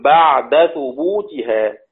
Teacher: بعد الدال مفتوحة، الدال مفتوحة انظر إلى ما قبلها أجد إن هي عين ساكنة فلا بد أن تظهر، أقول بعد ثبوتها.